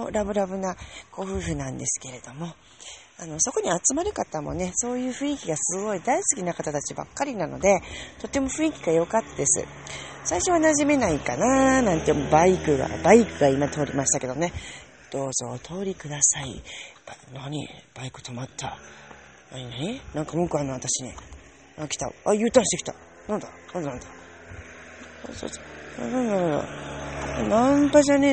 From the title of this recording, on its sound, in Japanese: 夜道歩きながら